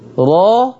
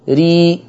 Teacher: مؤخرة اللسان عليت في الراء المفتوحة والمضمومة، ونزلت في الراء المرققة المكسورة. ده التفخيم، ده الترقيق، كلام على مؤخرة لساني.